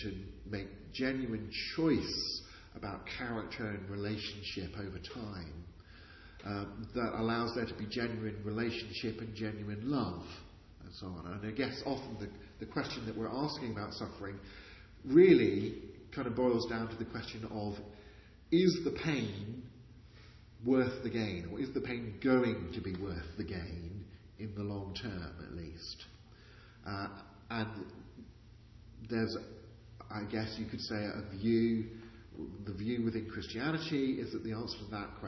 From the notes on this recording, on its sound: Interview recorded on 21st March 2019, in the chapel at Wycliffe Hall, Oxford